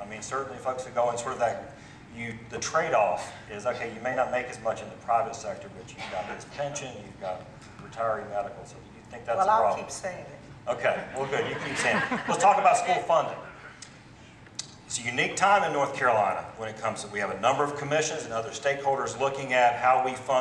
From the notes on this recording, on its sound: A panel of legislative, education and business leaders discuss before a live audience in Raleigh at the 2018 Eggs & Issues Breakfast.